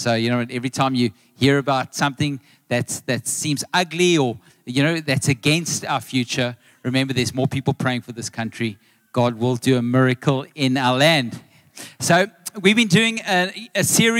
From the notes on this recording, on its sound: Recorded live on Sunday the 27th August 2023